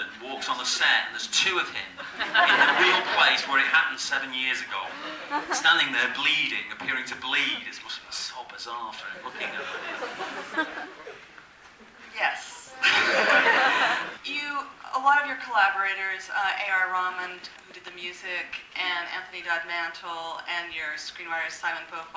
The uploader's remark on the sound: an audience q+a recorded after a screening the night before the roundtable was held